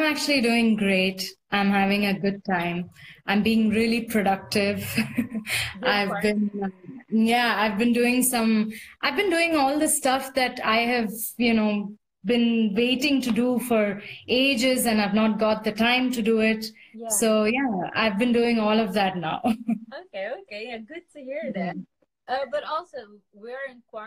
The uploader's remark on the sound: Instagram Live